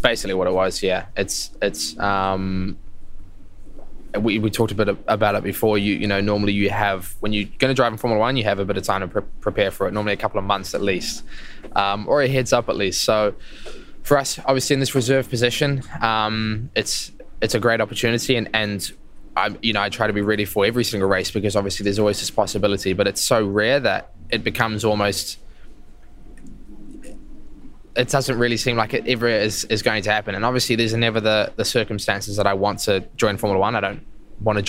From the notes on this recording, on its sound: Live from the Singapore GP. Live from the heart of Singapore ahead of the Grand Prix.